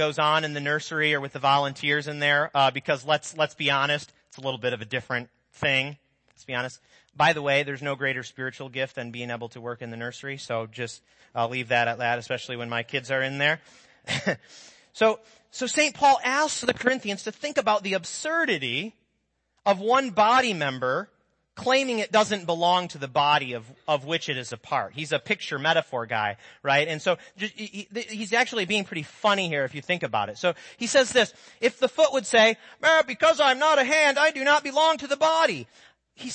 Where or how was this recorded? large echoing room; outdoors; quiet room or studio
large echoing room